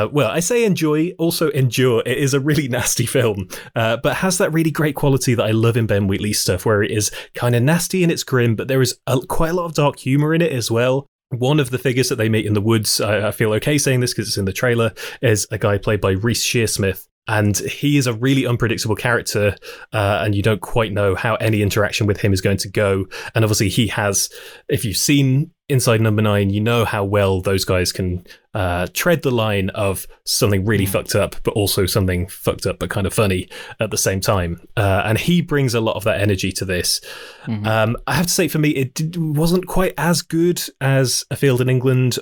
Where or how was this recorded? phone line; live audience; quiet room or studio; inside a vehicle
quiet room or studio